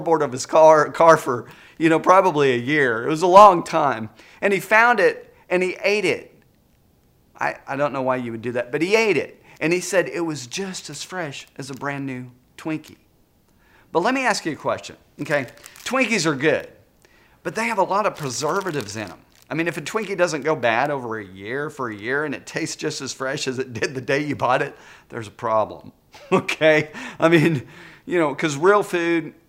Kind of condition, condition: setting, large echoing room